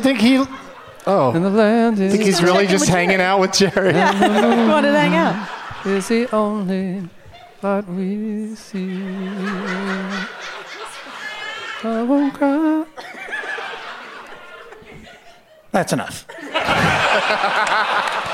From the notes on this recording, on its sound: Live from the Gramercy Theatre in New York City